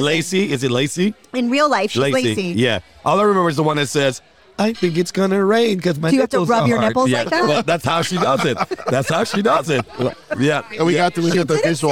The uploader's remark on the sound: Recorded at American Social Las Olas